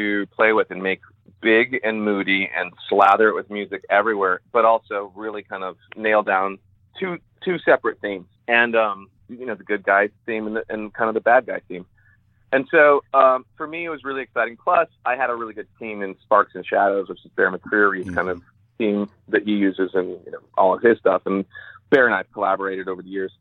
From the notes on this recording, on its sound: we hopped on the phone